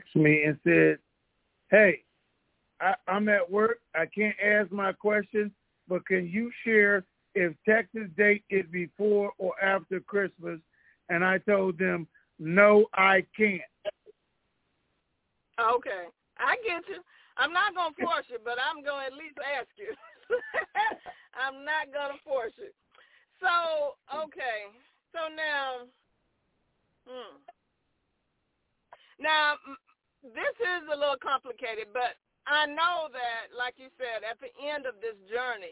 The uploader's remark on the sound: Conference Call